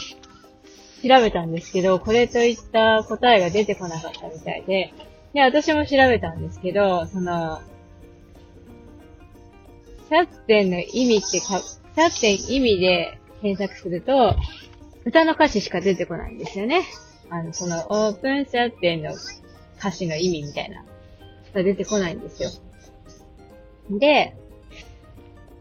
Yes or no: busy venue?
no